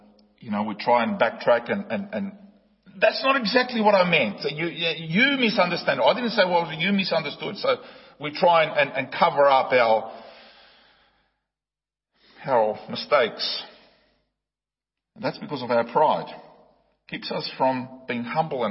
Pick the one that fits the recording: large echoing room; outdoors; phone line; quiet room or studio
large echoing room